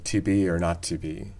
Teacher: there are accents, of course, where goose is fronting quite a lot